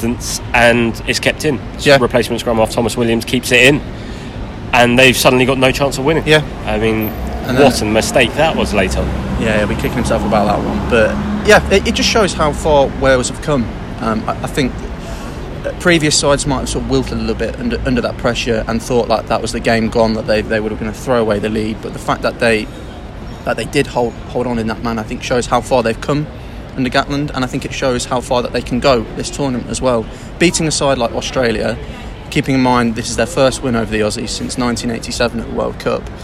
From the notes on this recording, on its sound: on the streets of Shinjuku